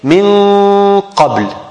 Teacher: It's very close to the throat, because the qaf is the first letter after the throat. It's the deepest area of the tongue.